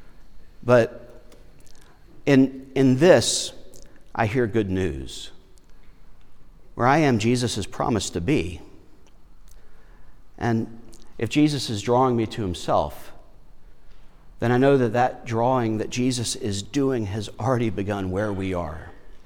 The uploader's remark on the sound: Lutheran Church of Our Redeemer, Foxboro